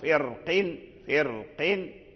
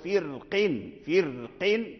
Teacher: فبعض العلماء من أهل الأداء فخموا الراء لأن وقع بعدها حرف استعلاء وهو القاف · Shown in: first take · وبعض العلماء من أهل الأداء رققوا الراء، ولكل منهما سبب. · Term: بتفخيم الراء